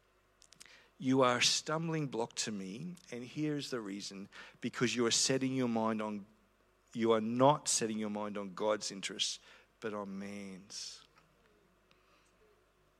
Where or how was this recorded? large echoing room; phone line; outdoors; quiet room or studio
large echoing room